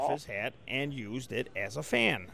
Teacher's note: So we have a lot of tokens of this raised and elongated bat vowel.